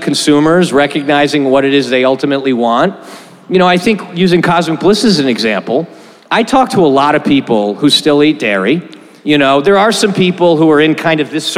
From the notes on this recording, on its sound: Last week we had our first LIVE podcast event during SXSW at Cosmic Coffee & Beer Garden in Austin.